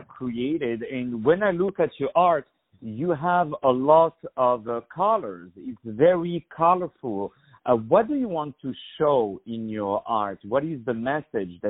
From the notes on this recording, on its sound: On the phone